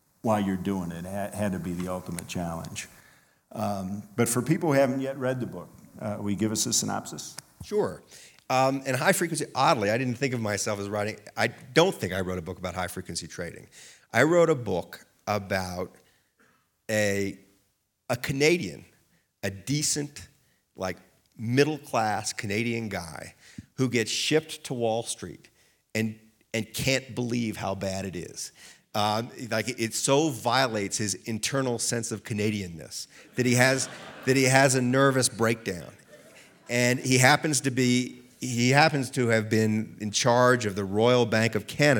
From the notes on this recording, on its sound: Recorded live at Aspen Words.